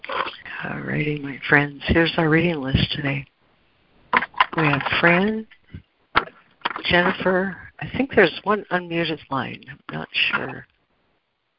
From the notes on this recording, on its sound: ACIM Daily Conference Call